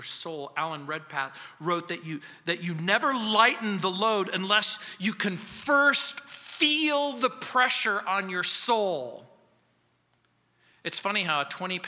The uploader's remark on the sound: On Sunday Mornings. At Calvary South Denver in Littleton CO.